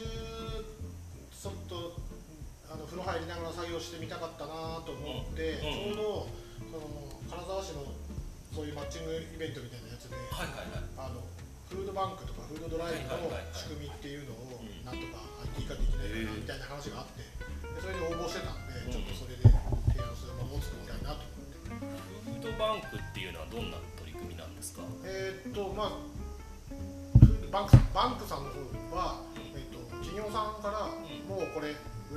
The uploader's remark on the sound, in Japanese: 出張収録シリーズでCODE for GIFUの夏合宿にお邪魔してます。下呂温泉のコワーキングスペースでどんなことをやっているのか聞いてみますよ。